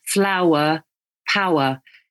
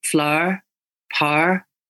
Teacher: So in RP, it's flower, power. In Northern Irish, it almost becomes just one sound, okay? Just one syllable. · Shown in: second take